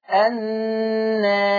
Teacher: المقلل قولا واحدة كلمة النار، لأن الراء جه بعد الألف راء متطرفة ومكسورة، فيترتب على تقليل الألف ترقيق الراء في الوقف النار، ما فخمش الراء وأنا بقلل الألف.